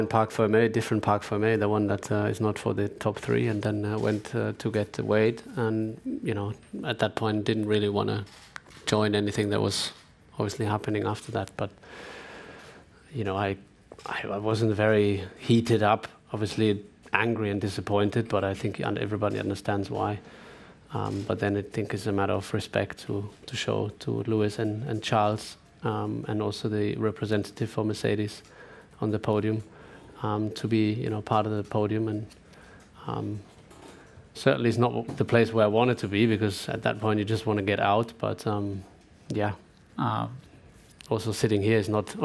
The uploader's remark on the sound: Canada Sunday Post-Race Press Conference.